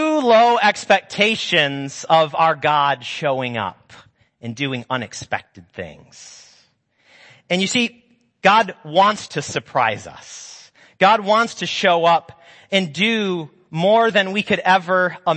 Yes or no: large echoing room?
yes